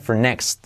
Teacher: La r de for decae